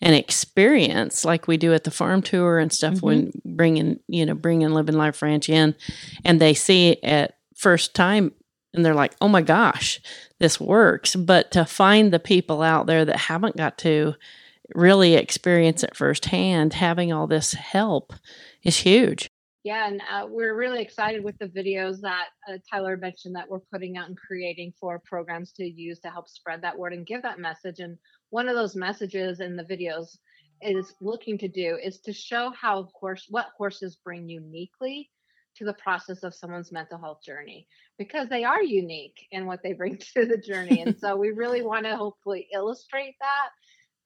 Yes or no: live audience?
no